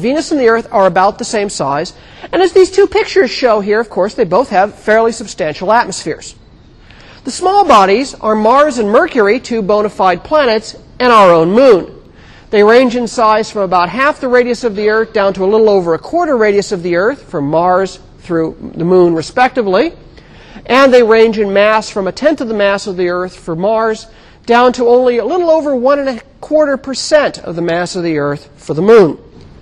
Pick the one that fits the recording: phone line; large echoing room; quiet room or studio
large echoing room